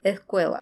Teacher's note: Еще, что касается произношения, да, аспирация звука «с», который произносится как больше похоже на «х». То есть вы как будто хотите сказать «с», но произносите «х».